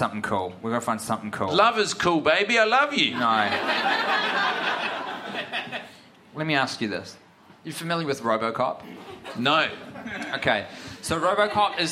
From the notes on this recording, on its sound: Recorded in front of a live audience in Melbourne